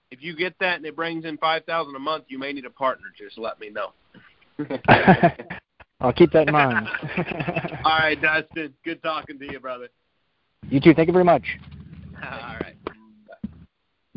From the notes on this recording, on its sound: Gold Club Q&A Call.